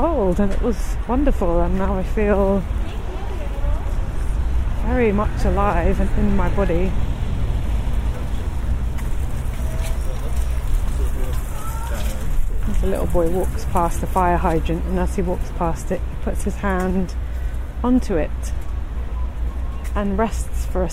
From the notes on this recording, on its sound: Copenhagen Havnebadet. This podcast is recorded in 3D sound! Join her out and about as she captures those small, magical moments of everyday life, in sound.